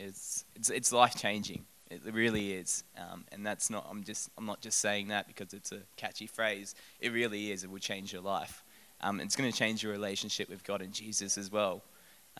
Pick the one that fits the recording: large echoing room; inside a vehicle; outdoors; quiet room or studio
large echoing room